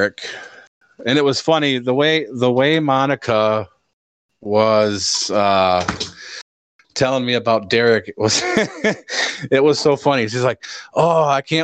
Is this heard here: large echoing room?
no